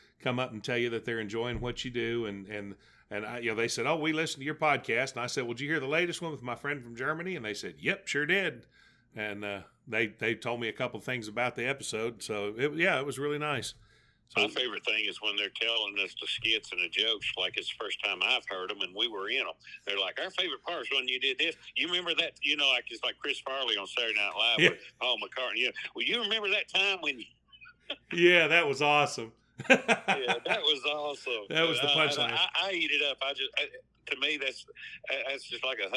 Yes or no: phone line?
yes